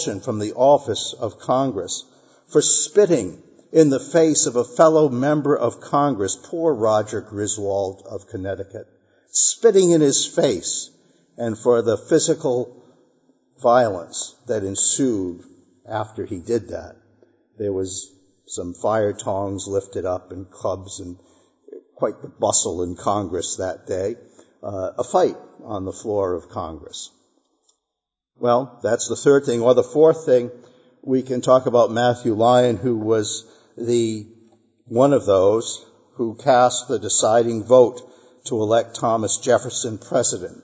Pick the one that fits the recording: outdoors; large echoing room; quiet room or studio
large echoing room